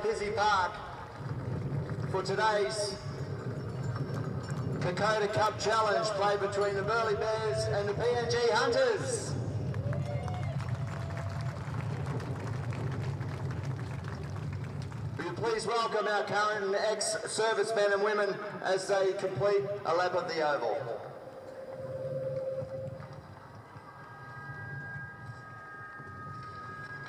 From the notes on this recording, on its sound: Live call from UAA Park, Gold Coast.